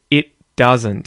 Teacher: So instead of saying it doesn't, I say it doesn't, and I go straight into the D instead of releasing the T. And in terms of the T at the ends of the words doesn't and want, because there's an N there before the T, I do the same thing where I don't pronounce the T. · Term: not releasing